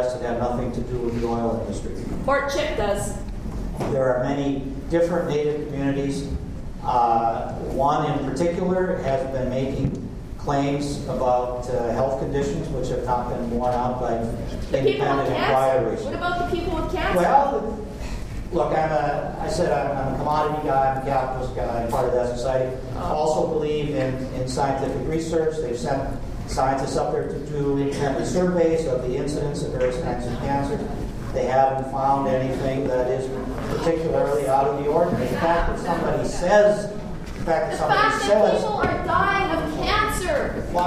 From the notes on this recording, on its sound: Part 2 Q&A. Audio of this speech is available courtesy of an audience member.